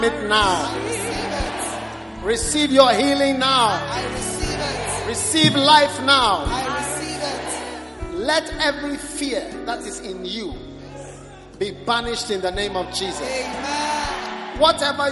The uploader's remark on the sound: Preached at the First Love Center Accra Ghana.